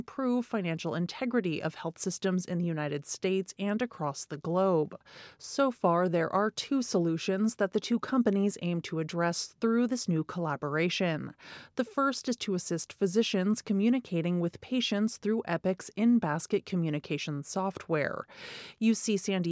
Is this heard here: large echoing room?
no